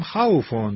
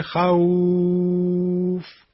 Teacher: به معنی اینکه خوف فا ساکن شد به خاطر وقف ما، این سکون فا سبب مد واو میشه · Shown in: second take · خوف، در حالی که در وصل میگفتیم خوفون، نمی کشیدیم، اما در وقفش میشه خوف. · Term: مد لین